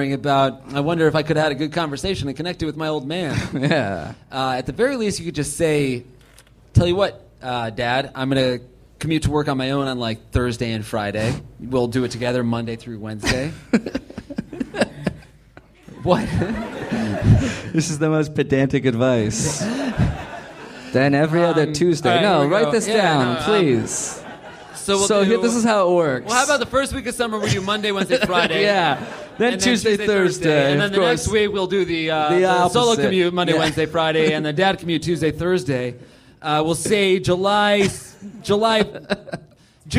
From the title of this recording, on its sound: Live at the Hollywood Improv!